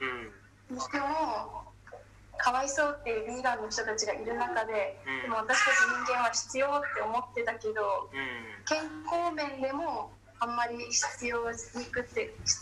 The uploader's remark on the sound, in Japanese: ZOOM収録。From Radiotalk。